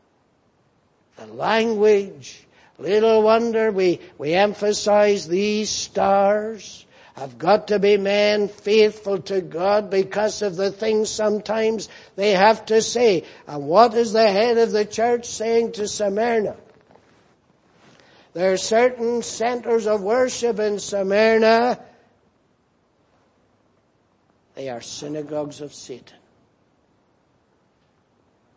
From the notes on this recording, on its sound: Preached in Grafton. At the Lord's Day Morning service on 10th December, 2017.